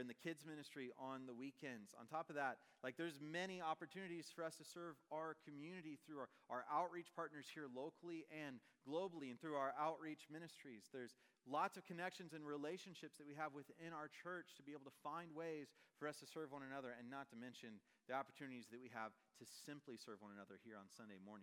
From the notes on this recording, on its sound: Message preached on October 5, 2023 at a Thursday Night Gathering of Coram Deo College Ministry.